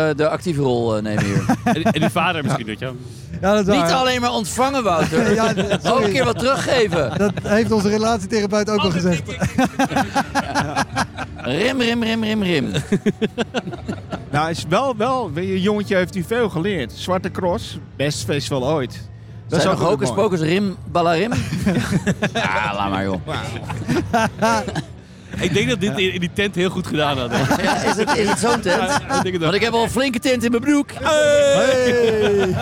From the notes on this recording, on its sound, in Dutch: Een bijzondere aflevering, opgenomen in de backstage van de Zwarte Cross 2023 met de comedians die speelden in De Schaterbar.